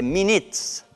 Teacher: Vedi che l'U in minutes è, è, è pronunciato I, non è minutes, è minutes.